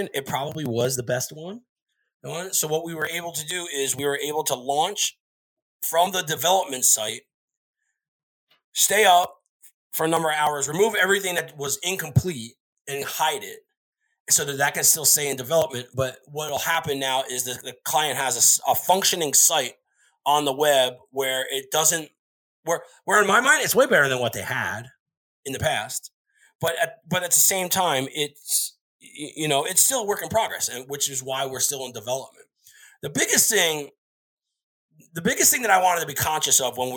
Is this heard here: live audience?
no